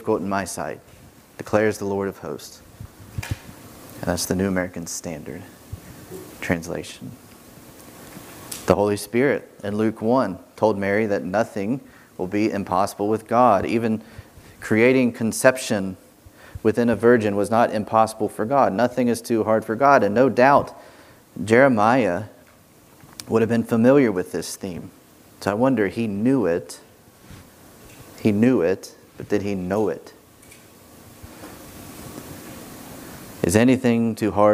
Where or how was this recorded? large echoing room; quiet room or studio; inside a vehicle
large echoing room